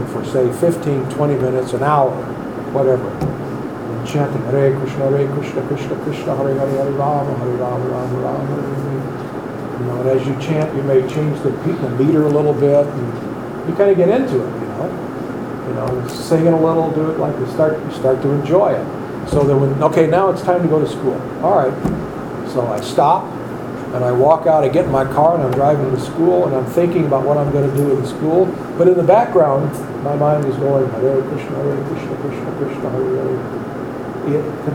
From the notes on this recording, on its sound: Recorded lectures from accross the USA, London & India.